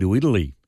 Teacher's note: Now, I often make the point that these kinds of errors come from either lazy mouth or a lazy mind, and I think this is a lazy mouth, not bothering to move the tongue from the back of the mouth to the front of the mouth and make a proper T sound · Term: medial T's